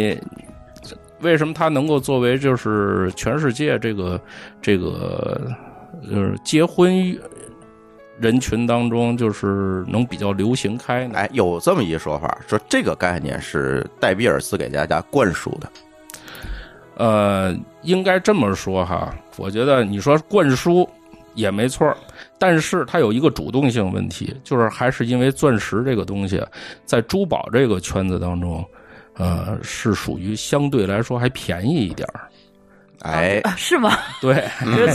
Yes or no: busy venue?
no